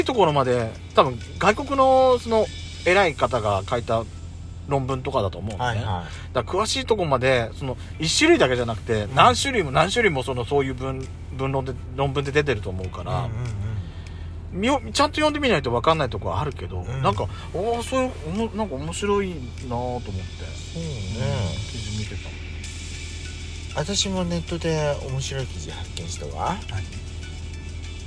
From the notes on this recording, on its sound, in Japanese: パーキング収録